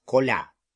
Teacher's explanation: с французским ударением на «я»